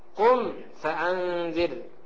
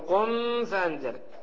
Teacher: والثالث الإظهار في البقية من أحرف وسمها شفوية، لا تقول الإظهار الشفوي. قم فأنذر، تظهر الميم الساكنة مخرجا وصفة، أما مخرجا فبإطباق الشفتين، وأما صفة فبإخراج الغنة من غير زيادة فيها · Shown in: first take · فلا تقول قم فأنذر.